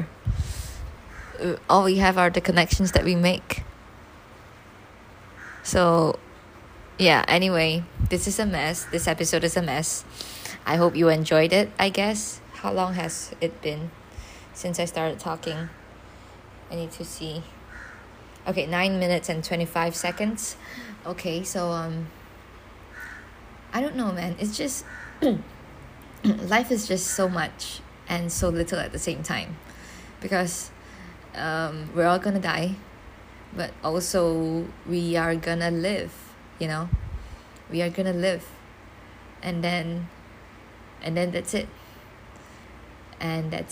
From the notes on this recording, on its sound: Recorded this while I was alone in the dining room. With a stand fan on beside me. I don’t know how much background noise you’re gonna hear cuz I’m not exactly in the best place to record. This is the first episode I’m recording on my new phone!!